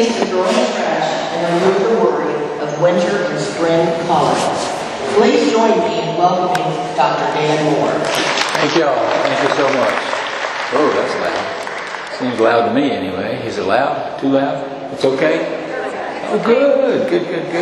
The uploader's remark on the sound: At the 2023 Spring Equine Affaire in Columbus Ohio. Presented/recorded on April 16th, 2023 on the Seminar Stage Voinovich Center.